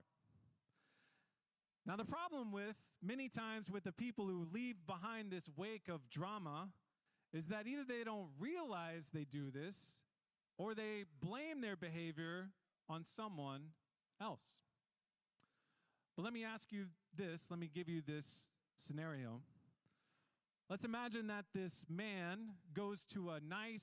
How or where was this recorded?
large echoing room